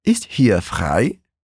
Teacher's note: essa tremidinha do R é bem mais sutil e natural quando a gente fala normalmente